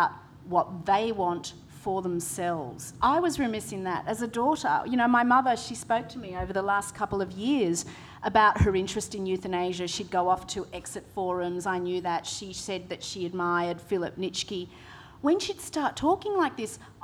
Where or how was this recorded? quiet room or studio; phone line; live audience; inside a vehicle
live audience